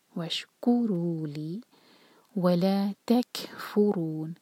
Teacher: کیف پر ہمس اور ساکن کے بعد فا، فا پر زور. تکفرون، رو چار حرکہ ہوگا، مد عربی سکون.